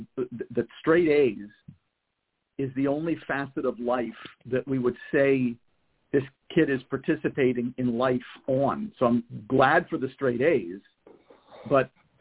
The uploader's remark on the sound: a mom who called